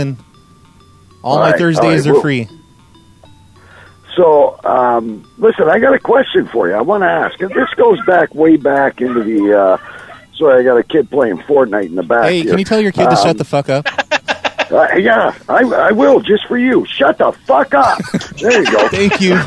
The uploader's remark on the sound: This is a call-in show.